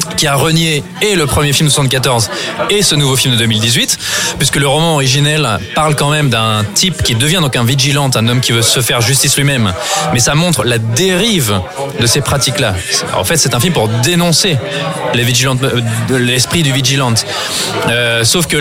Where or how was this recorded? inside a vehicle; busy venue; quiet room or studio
busy venue